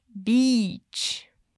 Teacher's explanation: sem medo de esticar bem esse i